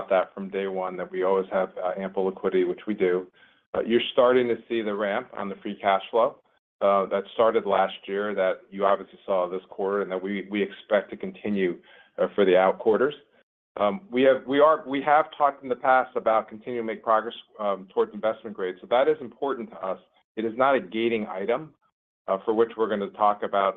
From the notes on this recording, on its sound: Q2 2023 Earnings Conference Call of Uber.